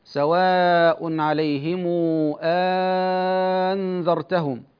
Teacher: ثم إن ورشا قرأ بوجه ثان في الثانية المفتوحة، وهو إبدالها ألفا، يعني يقول: سواء عليهم أنذرتهم، مع الإشباع أبدلها ألفا.